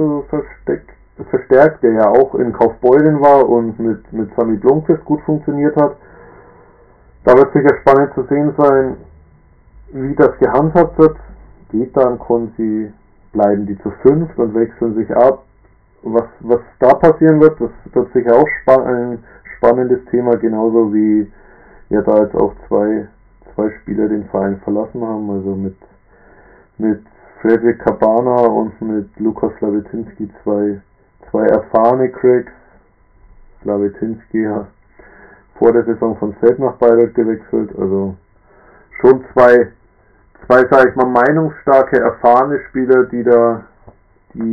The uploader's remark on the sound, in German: Diesmal auf Grund von Terminen wieder allein. Leider nochmal mit Tonproblemen zu kämpfen, auch wenn er das Mikrofon wirklich nicht im Mund hat.